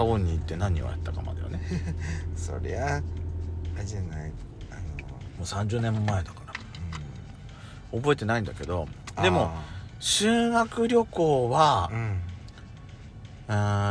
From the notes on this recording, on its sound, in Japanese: パーキング収録